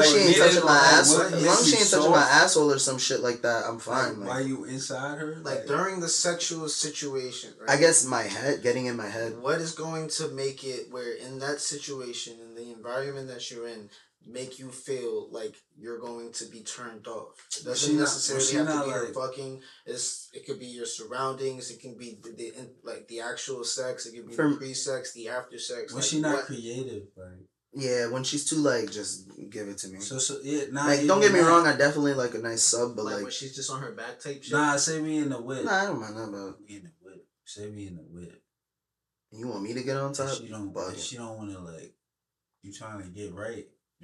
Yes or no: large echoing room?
no